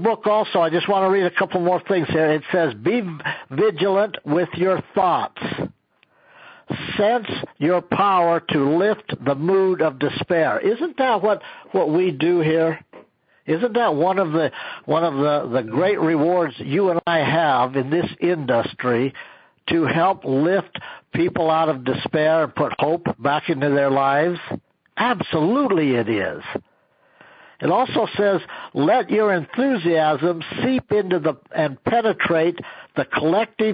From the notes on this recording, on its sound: an archive of weekly conference calls